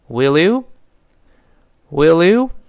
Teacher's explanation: 连读变成 willyou， willyou，那因为这个 you 前面那个耶，它是个半元音，前面辅音跟半元音咱们说过要连读的